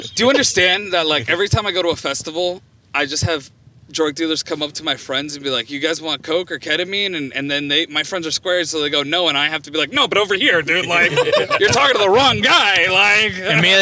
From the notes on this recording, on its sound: On this episode, we are in the car